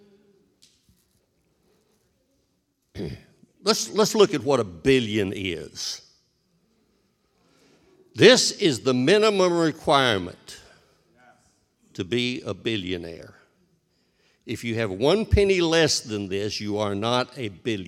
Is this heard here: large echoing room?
yes